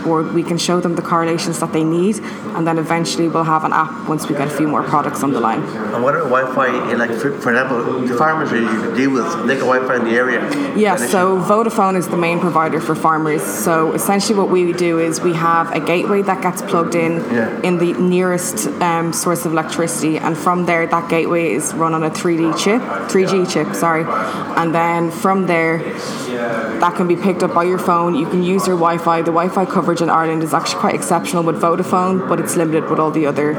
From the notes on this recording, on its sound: Irish Tech news will be doing some Podcasts at the IoT conference which starts today in the CCD